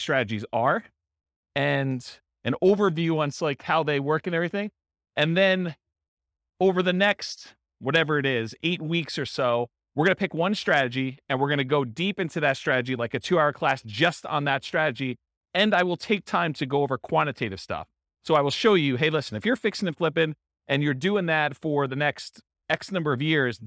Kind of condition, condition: setting, live audience